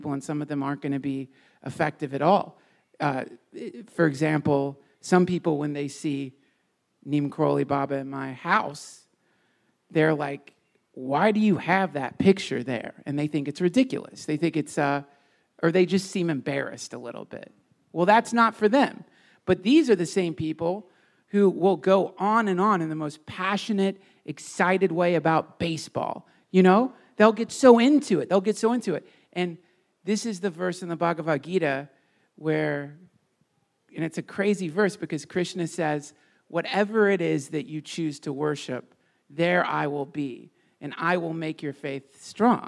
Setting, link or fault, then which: setting, live audience